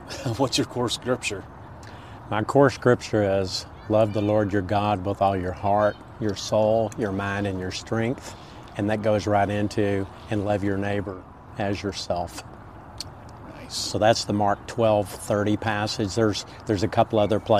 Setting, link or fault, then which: setting, outdoors